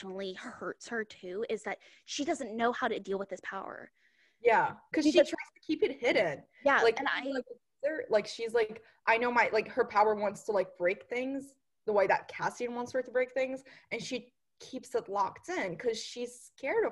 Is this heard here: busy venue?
no